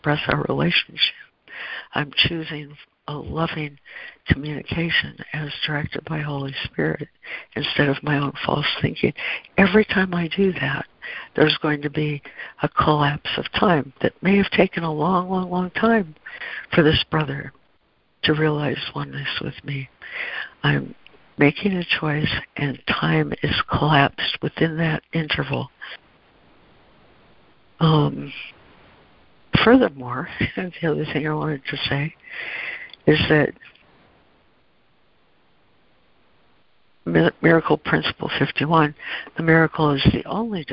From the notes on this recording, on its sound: ACIM Daily Conference Call.